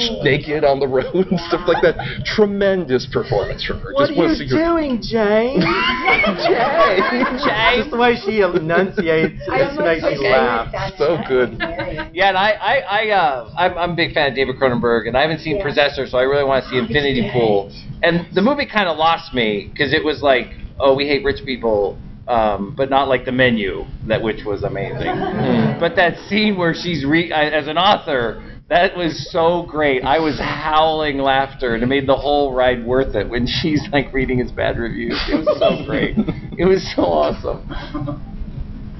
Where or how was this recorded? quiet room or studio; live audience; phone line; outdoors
live audience